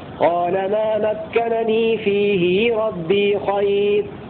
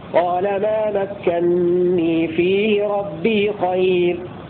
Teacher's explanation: قرأ ابن كثير بنونين خفيفتين الأولى مفتوحة والثانية مكسورة على الإظهار · Shown in: first take · في قال ما مكنني فيه ربي خير.